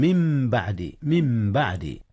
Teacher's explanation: قلبت النون ميما وأرغمت في الميم التالية · Term: إقلاب